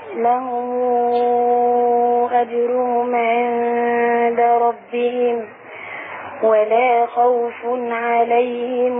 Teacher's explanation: فلما تبقى ميم الجمع وراها همزه نعمل لها صلة. له مو أمدها واو.